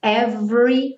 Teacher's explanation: Então, cuidado para não falar every time. Every, como se fosse do V direto para o R